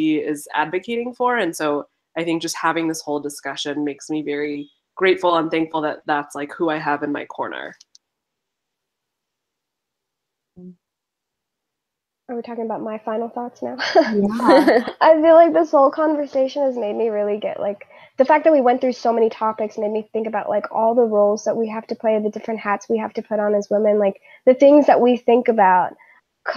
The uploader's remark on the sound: This episode is the audio from an online panel. Handle some dude trolling online as the conversation is happening live.